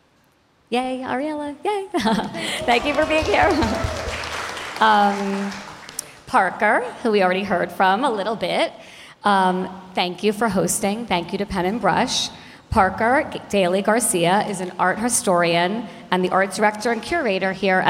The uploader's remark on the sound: The Art of Power [VIDEO filmed live at Pen+Brush Gallery].